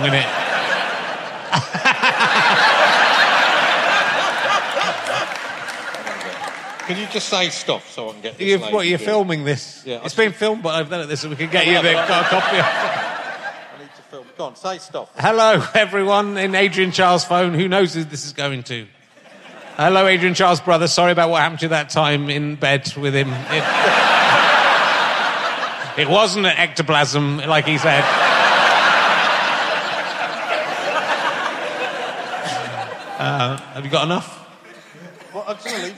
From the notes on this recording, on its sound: RHLSTP comes to Birmingham Town Hall and the biggest audience